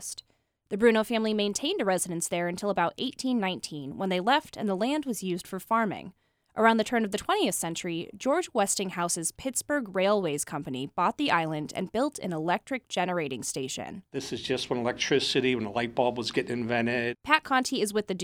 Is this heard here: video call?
no